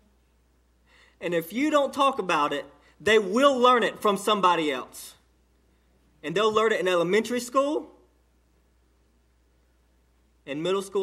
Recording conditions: large echoing room